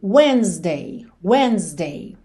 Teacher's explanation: Esse Szinho com som de Z